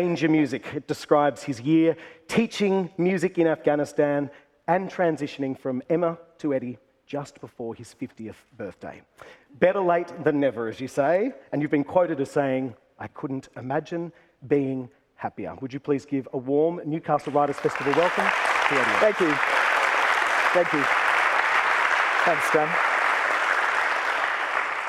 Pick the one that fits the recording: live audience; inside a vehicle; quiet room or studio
live audience